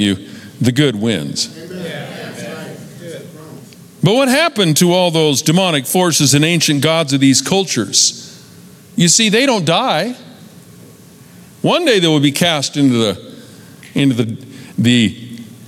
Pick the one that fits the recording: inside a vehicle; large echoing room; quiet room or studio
large echoing room